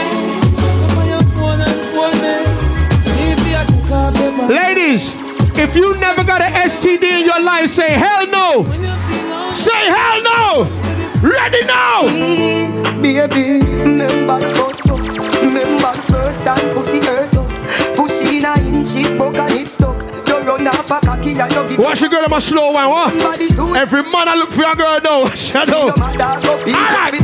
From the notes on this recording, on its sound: Live Dancehall Set at Bashment Party